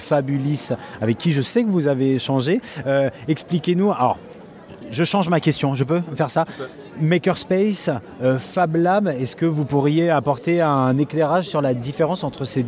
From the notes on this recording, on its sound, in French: enregistré à la Journée Nationale de l’Innovation 2017